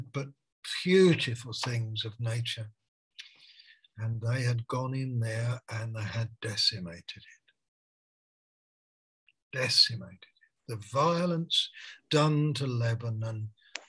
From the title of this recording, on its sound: Malaysia Meets (Zoom)